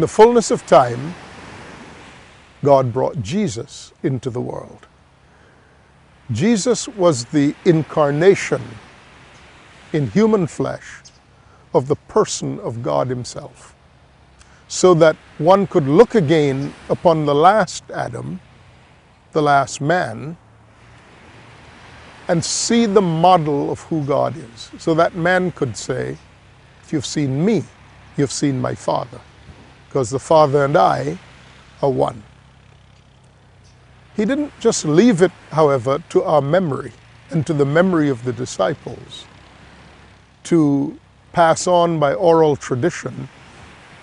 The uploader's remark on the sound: We are recording here in Grand Cayman and we are doing that outdoors, so there are many distractions. People will be passing by behind me or you will hear the sound of the surf-you will hear various noises and the like.